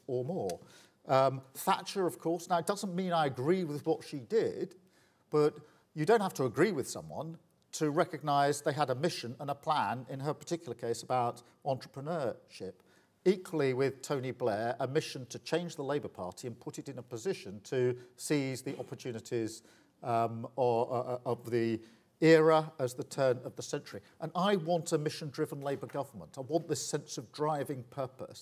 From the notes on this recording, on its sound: at the final report conference for The Economy 2030 Inquiry